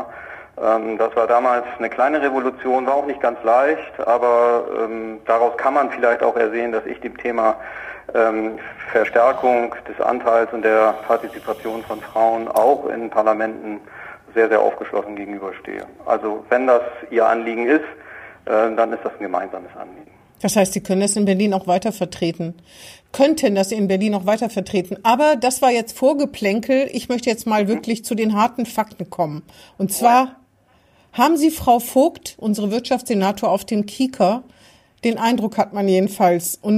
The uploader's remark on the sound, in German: Findet coronabedingt diese Woche wieder per Telefon-Schalte statt. Aus Bremerhaven zugeschaltet.